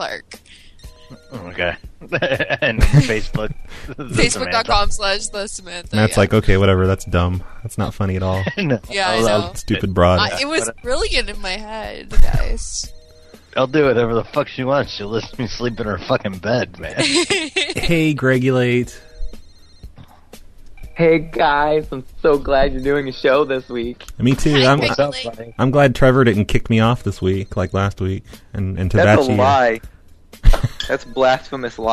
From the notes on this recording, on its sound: Prank Phone Calls